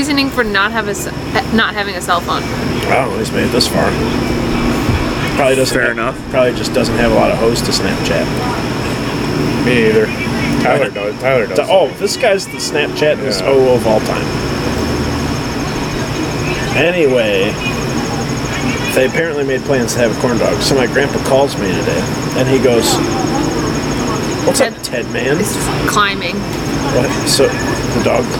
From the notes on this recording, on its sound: The carnies' generators make for annoying background noise but our county fair vibes can't be beat!